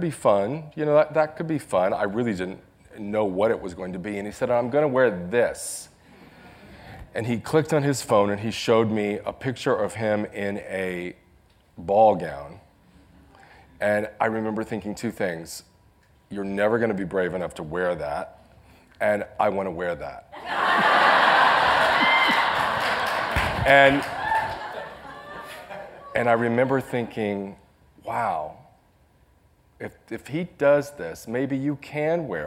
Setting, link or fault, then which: setting, live audience